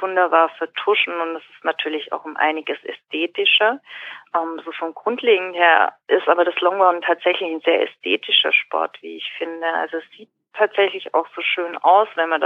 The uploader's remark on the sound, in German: spricht im Telefongespräch